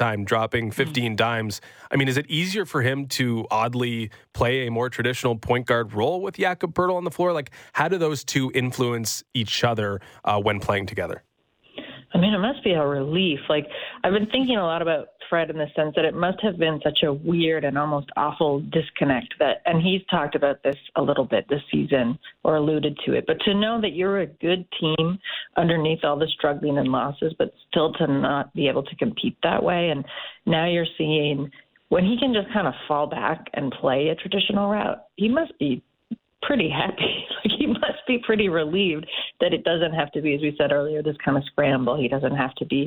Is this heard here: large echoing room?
no